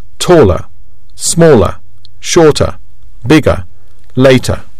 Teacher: Notice the schwa sound uh at the end of these words.